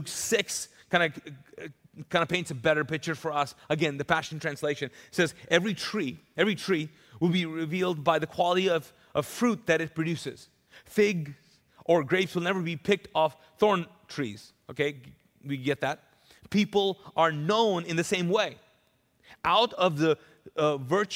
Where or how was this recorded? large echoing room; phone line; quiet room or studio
large echoing room